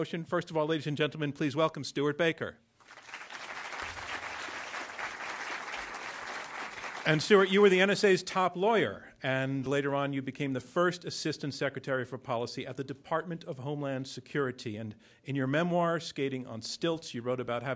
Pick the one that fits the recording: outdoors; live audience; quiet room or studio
live audience